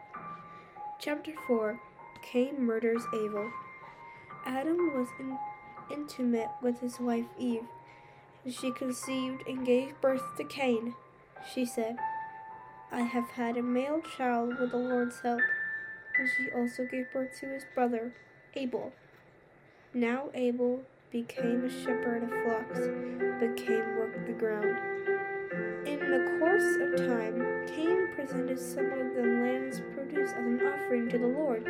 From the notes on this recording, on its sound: You can hear some background noises and the music is a bit loud, and sometimes when I talk I do it fast.